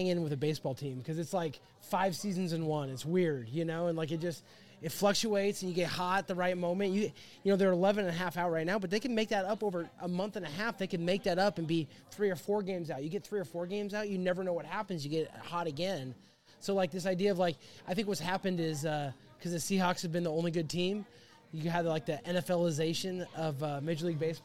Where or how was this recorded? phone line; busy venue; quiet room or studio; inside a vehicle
busy venue